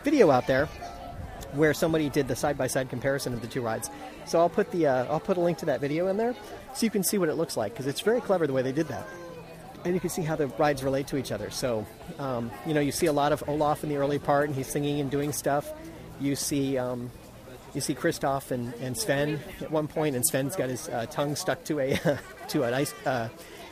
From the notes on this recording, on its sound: I got a chance to see the new ride in the Norway pavilion: Frozen Ever After. Come along and hearthe ride audio.